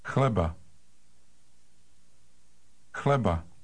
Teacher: It starts with a rough KH sound followed by an L.